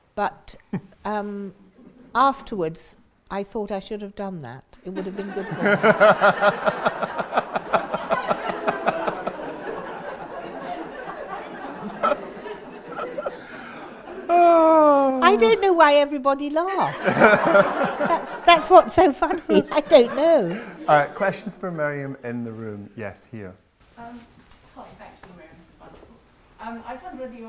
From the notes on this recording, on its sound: Live Literary Salon at the London Library. Interview and reading recorded live.